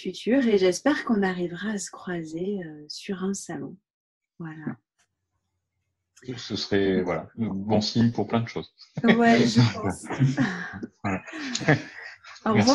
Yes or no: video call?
yes